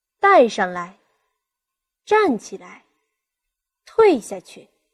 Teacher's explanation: 前面这个动词呢，可以适当作为重音来处理，后面呢就显得轻而短一点，弱一点 · Term: 轻声